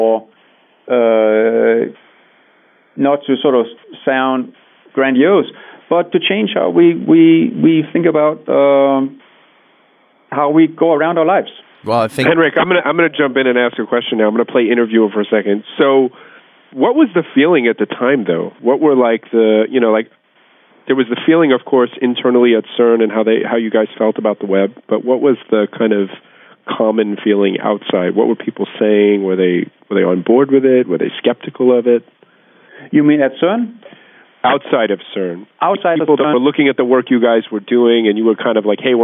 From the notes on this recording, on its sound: A now-rare telephone-based conference call (remember when these were cool?).